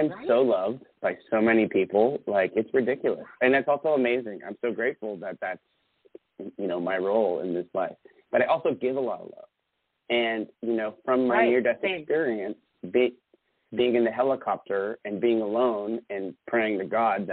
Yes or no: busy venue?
no